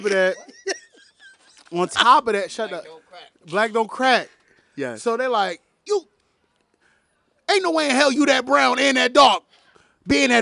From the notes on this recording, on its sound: During a Philadelphia early summer night, three friends grab a table, a few chairs, and alcohol, to a backyard with some mics.